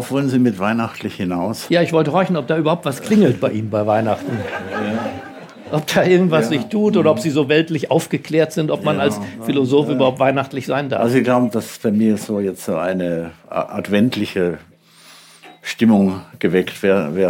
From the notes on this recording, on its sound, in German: Wir haben ihn zu einem Live-Gespräch an Bord der P1 eingeladen.